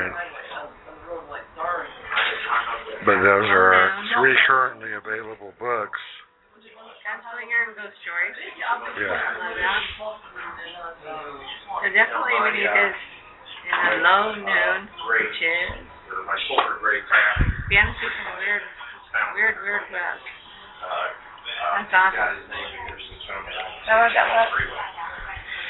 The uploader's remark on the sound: LepreCon 39, the signature Sci-fi/Fantasy Art and Literature Convention. We will be LIVE from LepreCon.